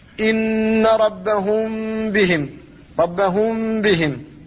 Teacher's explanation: أخرجت الغنة من الخيشوم ولم تفتح الشفتين · Term: الإخفاء